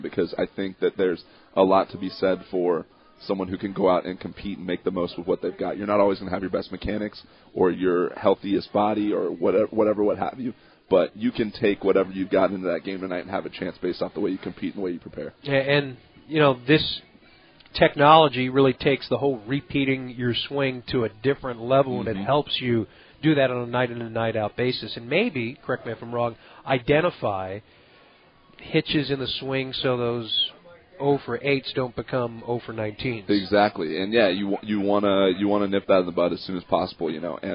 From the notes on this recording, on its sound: LIVE from PiratesFest Friday night at PNC Park